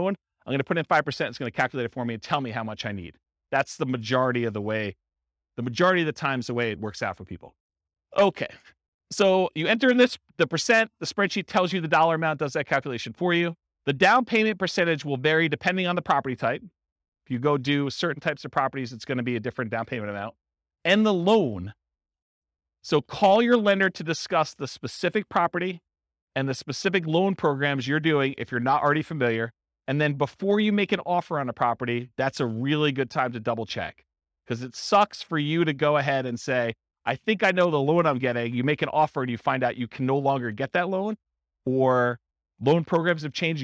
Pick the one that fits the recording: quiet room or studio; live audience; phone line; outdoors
live audience